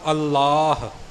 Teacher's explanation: ਐੜੇ ਉੱਪਰ ਥੋੜ੍ਹਾ ਜਿਹਾ ਵਜਨ ਅਤੇ ਹਾਹਾ ਮੁਕਤਾ ਬੋਲਣਾ ਹੈ। ਅੱਲਾਹ ਕਰਕੇ ਹਾਹੇ ਨੂੰ ਕੰਨਾ ਨਹੀਂ ਲਗਾ ਦੇਣਾ।